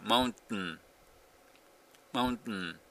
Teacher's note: もう T から N にそのまま入っちゃってるんですね。